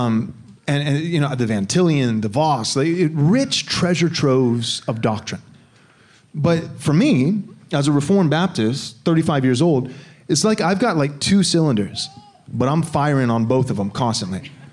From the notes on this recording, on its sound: Answer questions submitted by a live audience during our 2022 conference called “Resisting Tyranny and Wokeness."